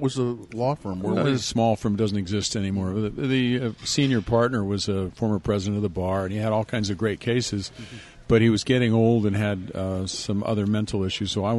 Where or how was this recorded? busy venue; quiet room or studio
busy venue